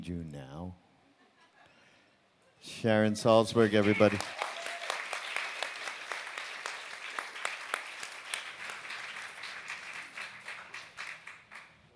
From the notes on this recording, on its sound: Live from the 2017 Spring on Maui Retreat